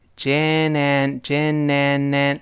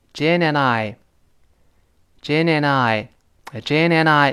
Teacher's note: 是 Jane 和我两个人。Jane 呢就是 J A NE，后面还有个连词 and。 Jane 后面是个 n，这个音结尾，跟 and 自然连到一块儿，辅音碰到元音要连读了，读成 Jane and，Janan，Jananan，连到一块儿了，对不对？然后 and 后面又是辅音的，跟后面的元音 I 又连到一块儿了。Jane 和我是一个一群吗？所以连出 JanananI， JanananI， Jananan I 连到一块儿。我们体会一下，JanananI， JanananI， Jananan I 就连到一块儿了。就我们两个人，那，然后